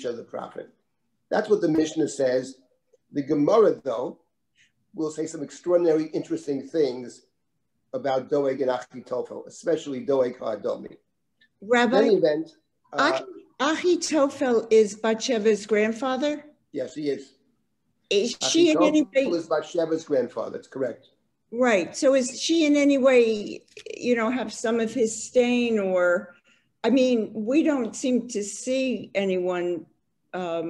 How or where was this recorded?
video call